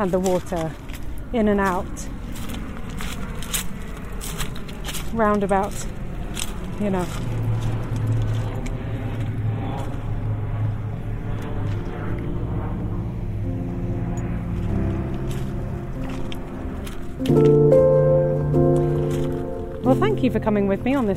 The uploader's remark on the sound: This podcast is recorded in 3D sound! Join her out and about as she captures those small, magical moments of everyday life, in sound.